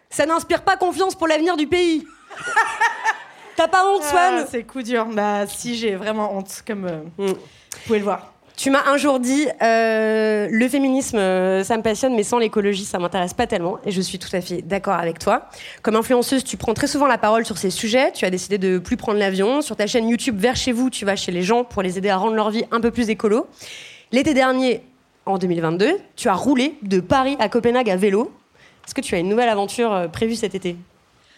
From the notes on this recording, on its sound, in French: Pour cet épisode spécial enregistré en public. Sur la scène du Trabendo à Paris. Cet entretien a été enregistré en public. Au Trabendo (Paris, 19e).